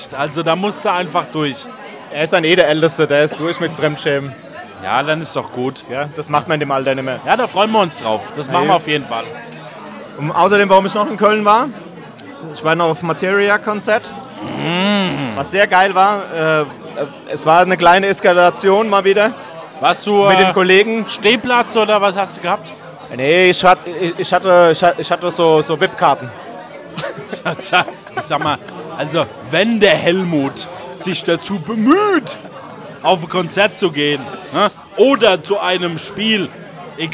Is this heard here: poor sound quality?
no